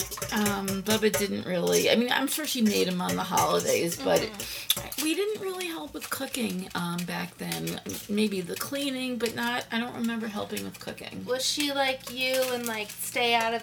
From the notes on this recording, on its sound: This episode plays out a little differently than others as the mother-daughter duo step into the kitchen to live cook one of their favorite dishes.